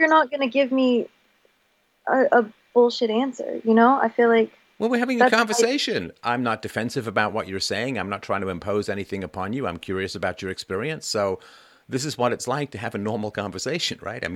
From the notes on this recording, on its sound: Freedomain Radio Call.